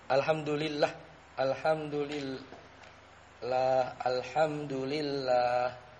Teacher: pada setiap lafaz Allah terdapat huruf mat yang harus dibaca panjang dua harokat pada saat tafkir, tafkir maupun tebal.